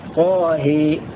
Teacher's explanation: وأبو عمرو وورش يميلان الهاء فقط ويفتحان الطاء هكذا طاه بعدها قال حميم مختار صحبة أي أمال الحاء أي